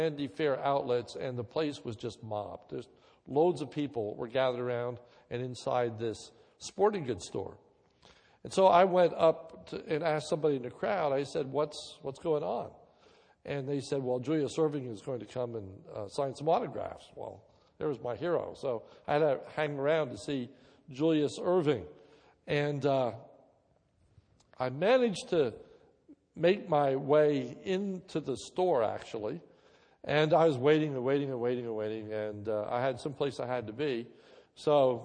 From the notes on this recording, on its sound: This is a sermon recorded at Lebanon Bible Fellowship Church